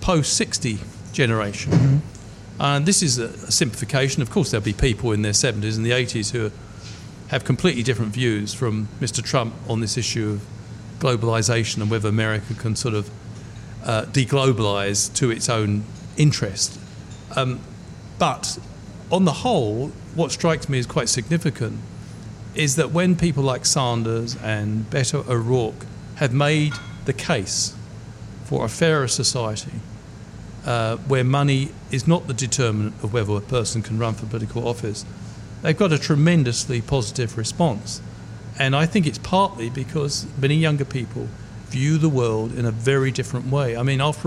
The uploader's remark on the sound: Broadcast live from Ombrellitos